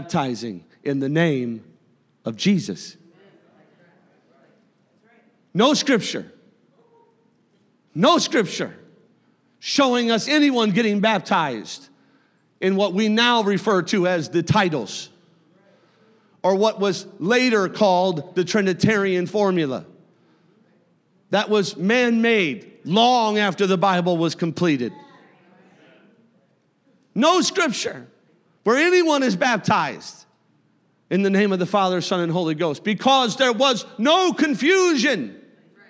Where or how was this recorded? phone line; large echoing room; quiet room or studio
large echoing room